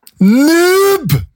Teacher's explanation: U er et eh, svært lite nåløye til eh, vokale være. Avsluttes med bløt konsonant, men ikke etterfulgt av trykk fra vokal, og dermed så har det jo en svært begrenset eh, spredningseffekt.